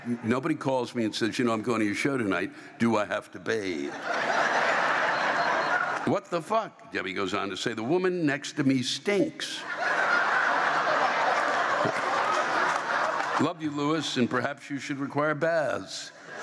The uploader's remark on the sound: The live rants come from this past weekend’s shows. Packard Music Hall in Warren, OH and the Victoria Theatre in Dayton, OH.